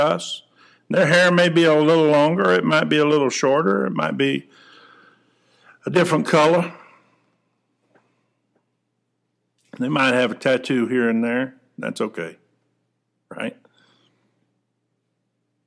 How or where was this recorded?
large echoing room